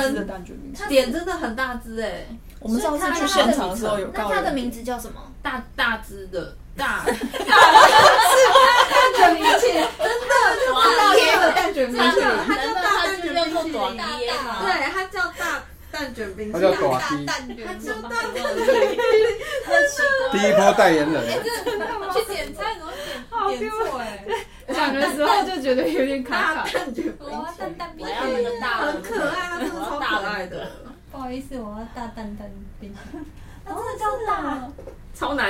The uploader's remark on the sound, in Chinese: 結果收音檔案壞掉啦！